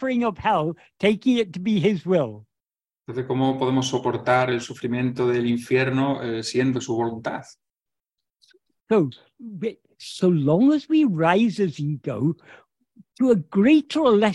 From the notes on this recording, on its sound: In a Zoom meeting. A group of Spanish devotees of Bhagavan Sri Ramana.